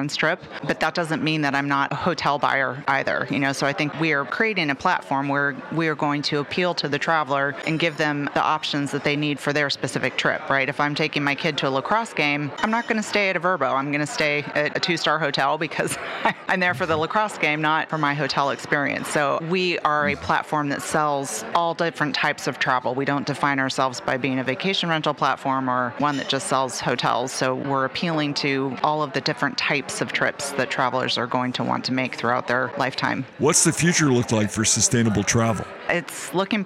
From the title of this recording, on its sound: Live From Travel Week